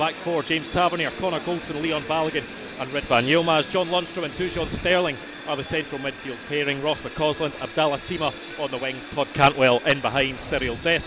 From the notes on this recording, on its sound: In the studio. Report live form Celtic Park as Celtic take on Rangers.